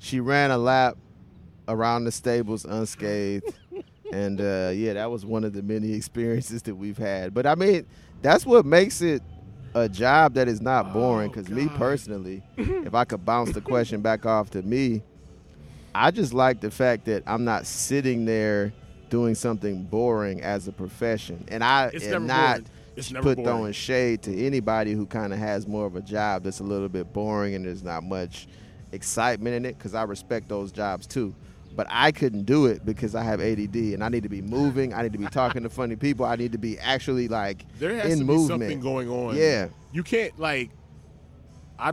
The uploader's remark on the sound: In this episode we decided to record in our garden at the Five Points MARTA station.